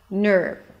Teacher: So you see that from the end, I shift directly to the R, my tongue pulls back to the R, my lips round as I pronounce the N, ner, getting ready for the R, ner, okay? So there is actually no vowel between the N and the R, ner. So let's start again, entrepreneur.